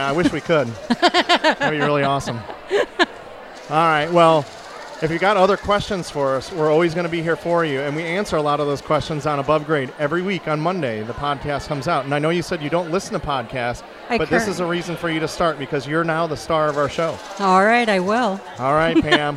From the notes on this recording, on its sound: from Girls Night Out at The Shops at Worthington Place